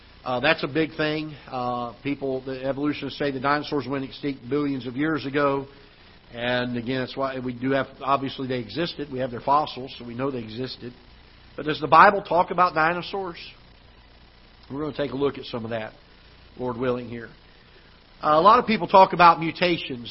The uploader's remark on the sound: Ketha Heights Baptist Church ~ Live Broadcast